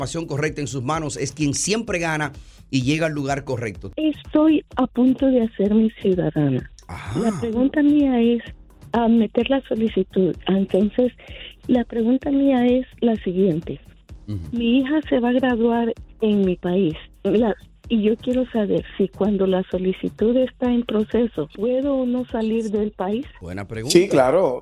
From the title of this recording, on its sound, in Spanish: Llamadas del publico